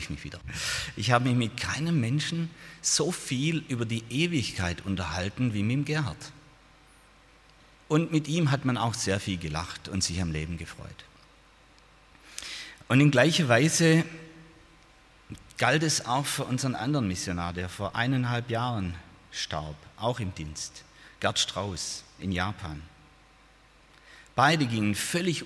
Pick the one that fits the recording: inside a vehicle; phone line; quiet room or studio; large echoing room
large echoing room